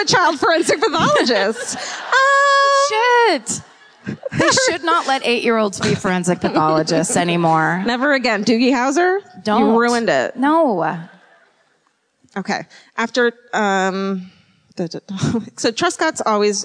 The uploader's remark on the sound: Live at the Sony Centre in Toronto